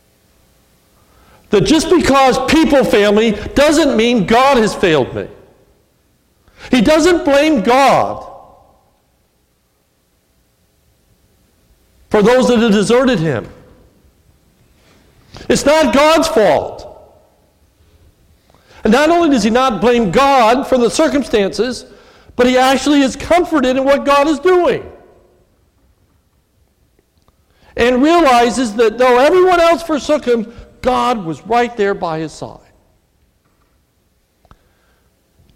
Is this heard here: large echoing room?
yes